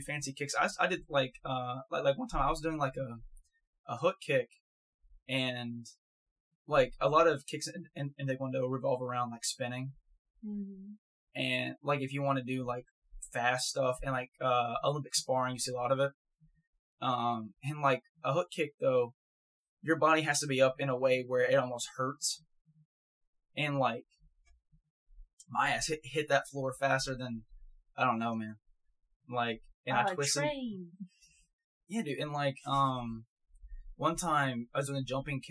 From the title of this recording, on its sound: sOrRy(for the audio), oNLy oNe MiC